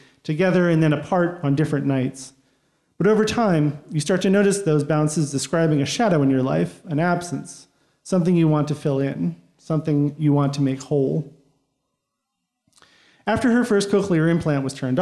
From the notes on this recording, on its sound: Recorded live at Pete’s Candy Store in Brooklyn, NY.